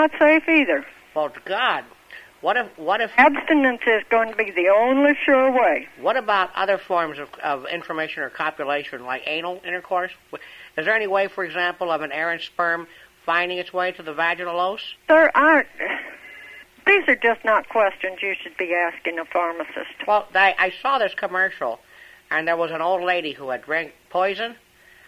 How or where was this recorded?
phone line